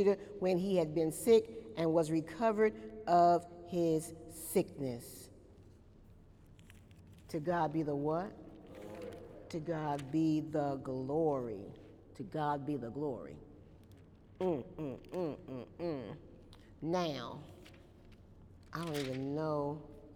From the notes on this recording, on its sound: During Wednesday night service on October 7, 2018